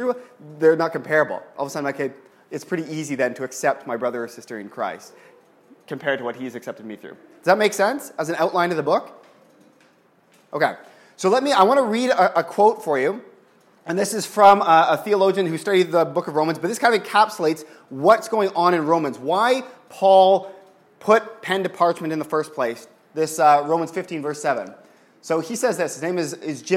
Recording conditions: large echoing room